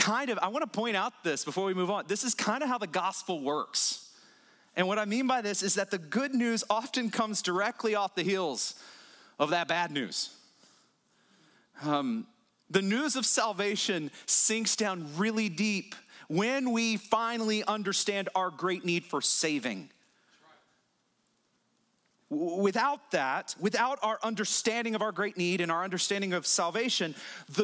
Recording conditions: large echoing room